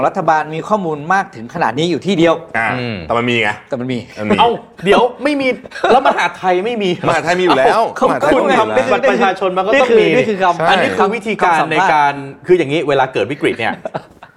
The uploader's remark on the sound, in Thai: มาร่วมหาทำกันแบบสดๆ กับพี่ๆ ทั้ง 3 ท่าน พร้อม 1 แขกรับเชิญพิเศษ. บนเวที "สนทนาหาทำ ON-STAGE" ในงาน Mission To The Moon Forum 2023.